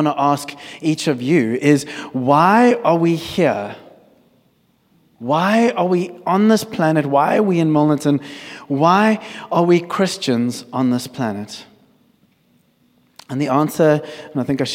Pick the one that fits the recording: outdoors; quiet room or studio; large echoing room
large echoing room